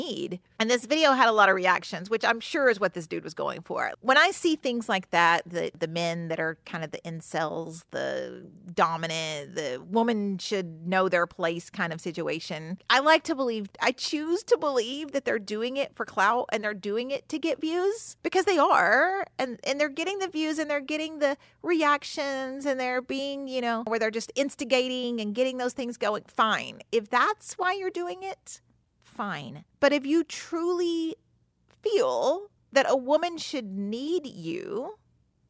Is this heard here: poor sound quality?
no